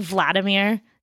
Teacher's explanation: Americans always put the syllable, the stress on the first syllable, like Vladimir instead of Vladimir.